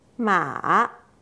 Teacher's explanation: 第三声、低く抑えた後自然に上げます